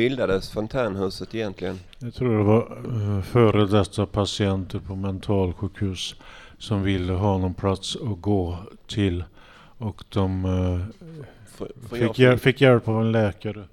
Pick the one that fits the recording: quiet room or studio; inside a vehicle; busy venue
busy venue